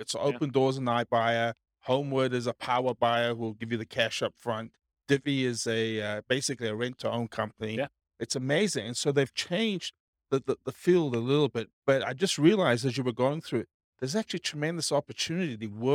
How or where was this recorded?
live audience